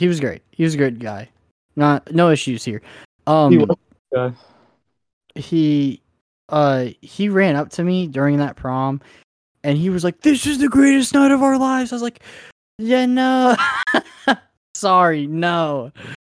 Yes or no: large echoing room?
no